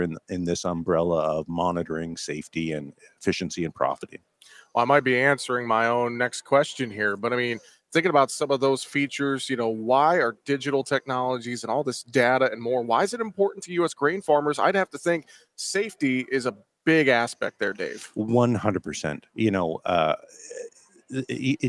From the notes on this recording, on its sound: we broadcast live from AGI's booth at Commodity Classic